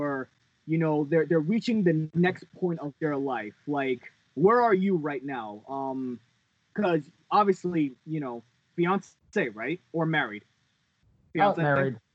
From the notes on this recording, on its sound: Warning, first time audio is TERRIBLE on Skype, lol, please bare with it.